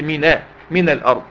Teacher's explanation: أصلها من نون ساكنة لكني حركتها بفتح